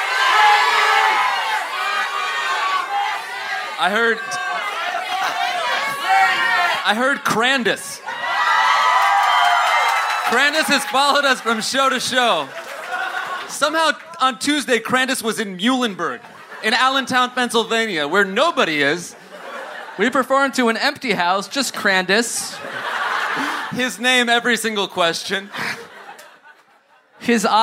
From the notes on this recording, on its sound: Live in Brooklyn! Recorded at "The Hall at MP" in Williamsburg, BK!